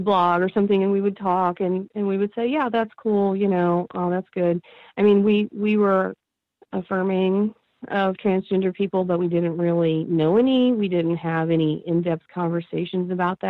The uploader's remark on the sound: I spoke with her over the phone from her home in the Midwest.